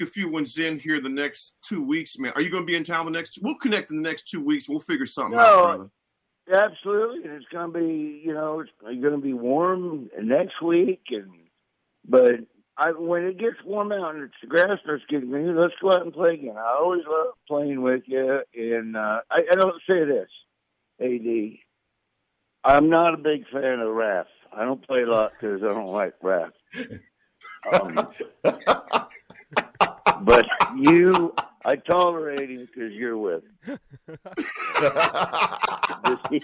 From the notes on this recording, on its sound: We set up a couple phone calls.